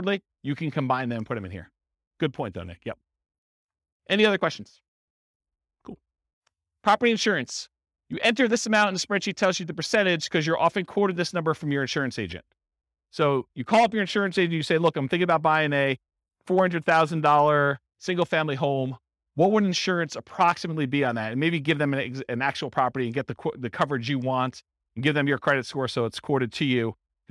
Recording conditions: live audience